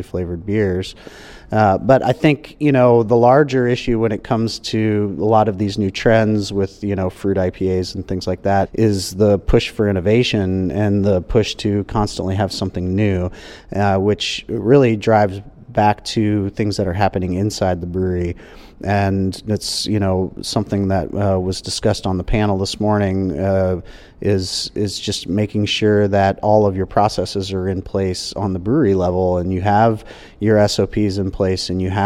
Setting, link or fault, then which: setting, busy venue